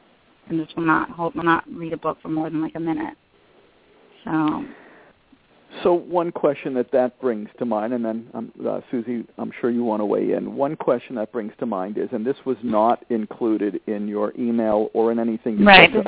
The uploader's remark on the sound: Responding to emails from several parents and a parent who called.